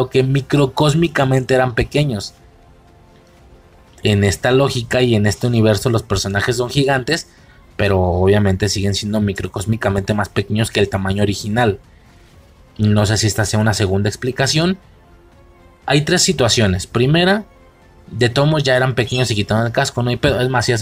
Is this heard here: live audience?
no